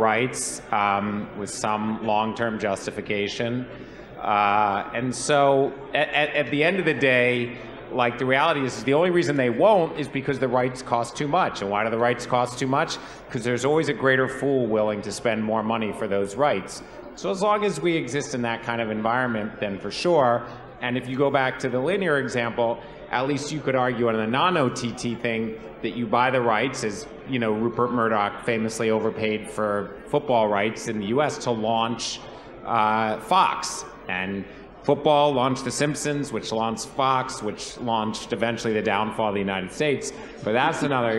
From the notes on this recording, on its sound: To bring the SportsPro OTT Summit to a close at the Tottenham Hotspur Stadium